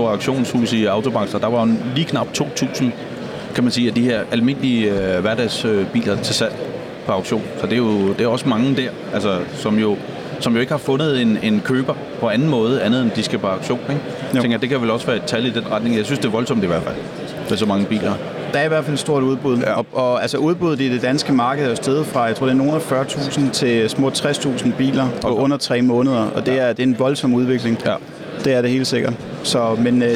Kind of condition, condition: setting, busy venue